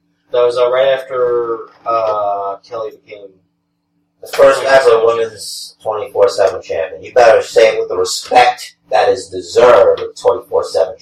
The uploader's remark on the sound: Oculus Rift gained sentience and decided to overtake recording duties from our standard equipment. We have some audio issues this week as well, and we apologize.